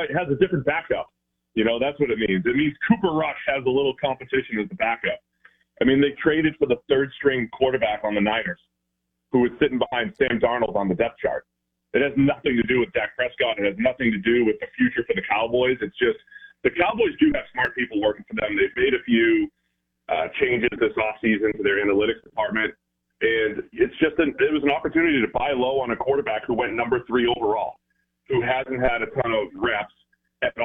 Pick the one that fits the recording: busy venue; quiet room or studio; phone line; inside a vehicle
phone line